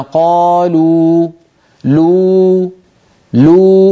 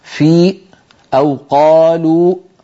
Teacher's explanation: كذلك الواو، قو مثلا قالوا لو لو، فنجد بأن الصوت يتخامد ويتلاشى شيئا فشيئا وليس هناك نقطة ينقطع وينبتر الصوت عندها · Shown in: first take · Term: حروف مد